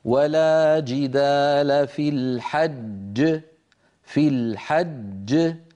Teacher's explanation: لما نقف على كلمة الحج مثلا: ولا جدال في الحج، لما نقف على في الحج الجيم التي كانت مكسورة في الوصل لما نقف عليها تسكن وتتقلقل، أما التي قبلها فهي مدغمة · Term: القلقلة